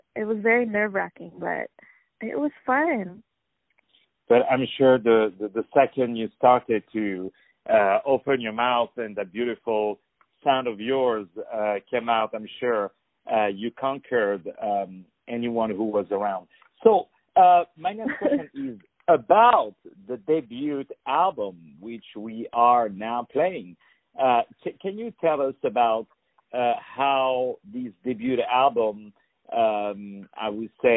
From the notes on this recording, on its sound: On the phone